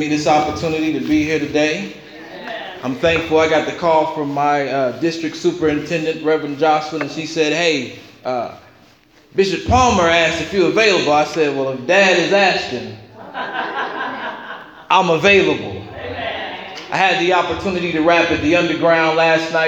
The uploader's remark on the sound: this was a message preached at Metropolitan CME Church in Cincinnati.